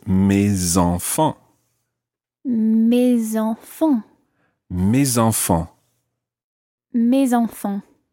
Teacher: So normally the S is silent. But when it's followed by a vowel, it becomes mes, in this case, mes enfants.